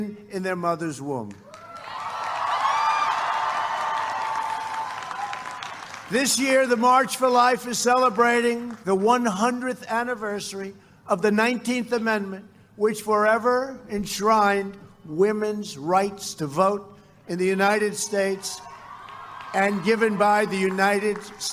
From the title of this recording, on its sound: Live at The March for Life